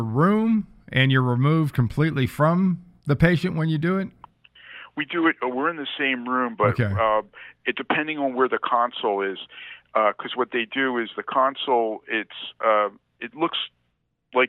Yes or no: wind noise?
no